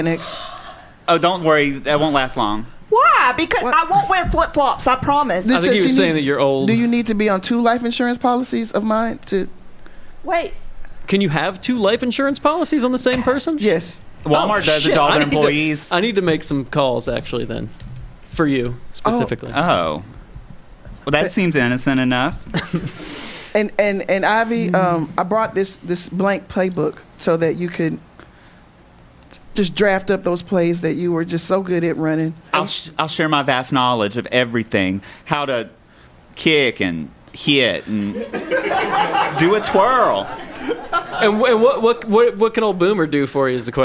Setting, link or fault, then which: setting, live audience